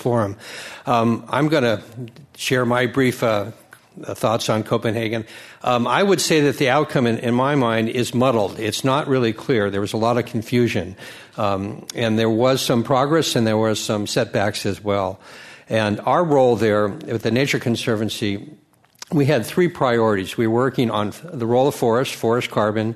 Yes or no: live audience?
yes